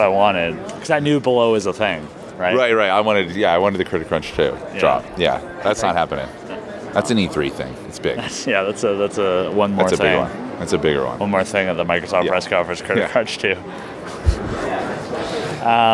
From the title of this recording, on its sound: at Game Developers Conference 2016